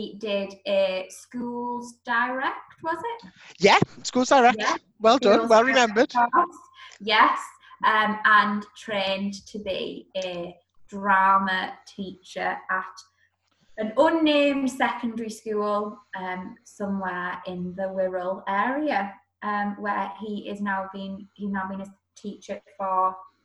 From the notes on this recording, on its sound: We apologise about the sound quality but we are striving to improve this in our next episode.